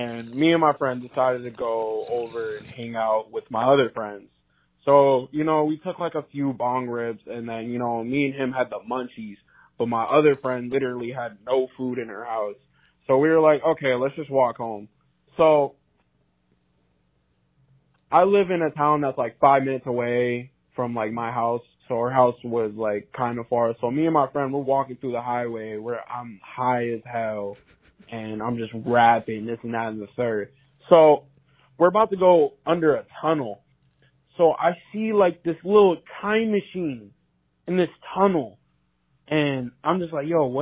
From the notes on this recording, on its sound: Sending Flowers to Your Dealer Featuring Community Call Ins! First-ever call in episode of Send Us Flowers.